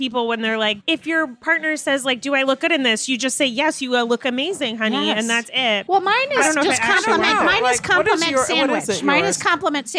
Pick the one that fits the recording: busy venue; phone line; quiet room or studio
busy venue